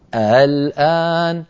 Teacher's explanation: هذا الحرف ما هكذا نقل، نقل إما الآن مبدلا ألفا وإما مسهلا بين الهمزة المحققة والألف